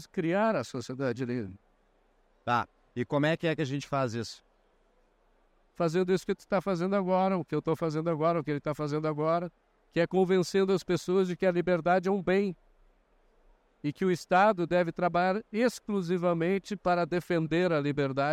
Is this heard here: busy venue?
yes